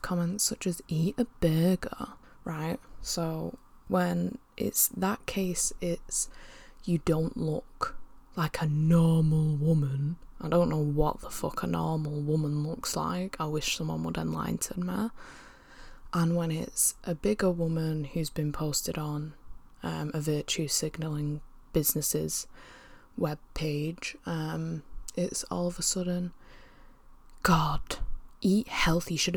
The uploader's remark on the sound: as she attempts to battle through Salford’s intense background noise